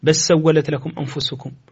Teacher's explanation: ويدغم كذلك لام بل في السين